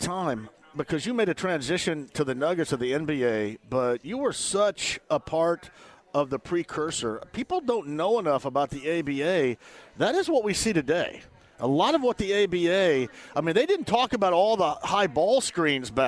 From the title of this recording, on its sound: Live From Horshoe Indianapolis